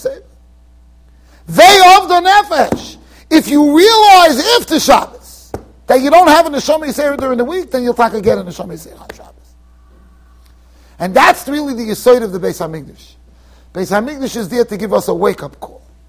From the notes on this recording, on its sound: Shiur recorded in Yeshivas Ohr Reuven, Monsey NY.